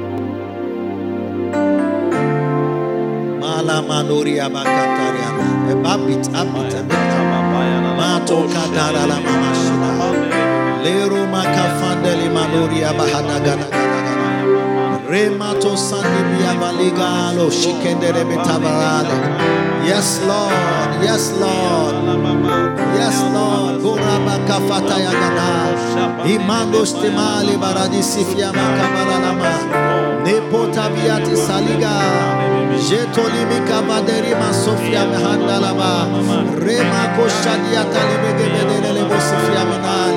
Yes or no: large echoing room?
yes